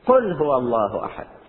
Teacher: طبعا القراءة الصحيحة قل بالقاف، بعضهم يقول غل هو الله أحد، غل ليس بصحيح